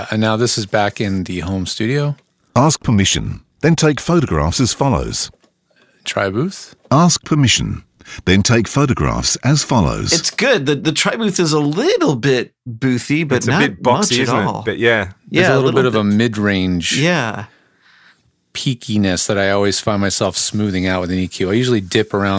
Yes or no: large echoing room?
no